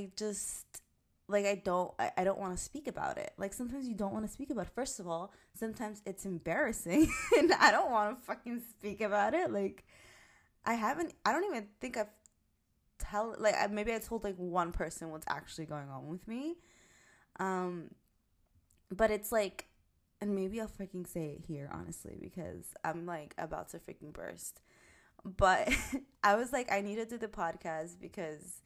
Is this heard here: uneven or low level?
yes